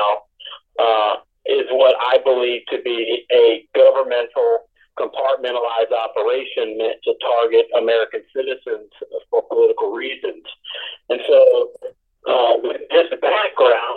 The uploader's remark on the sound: Able to phone in from his prison cell.